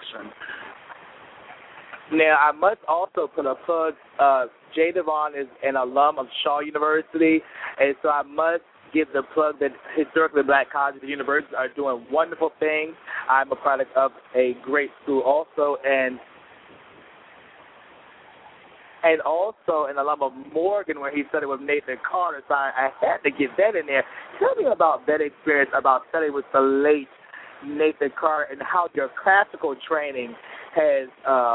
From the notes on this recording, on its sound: The show comes to you live from the Gospel Music Workshop of America